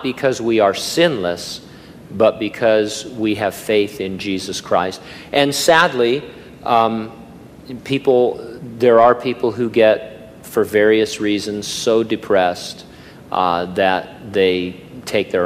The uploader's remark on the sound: During a live Q&A session at Calvary Hanford.